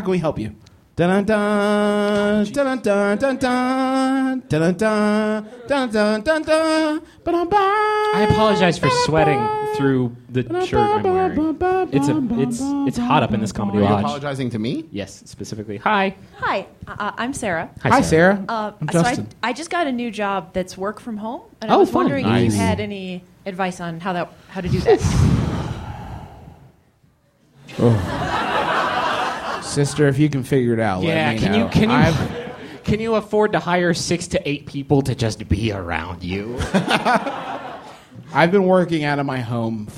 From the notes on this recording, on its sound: Live, from MaxFunCon.